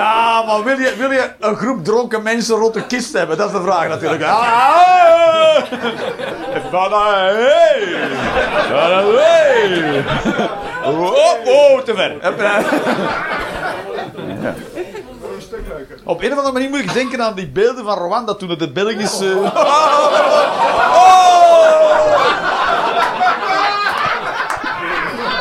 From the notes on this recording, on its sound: Live 19 April 2023, The Joker, Antwerpen.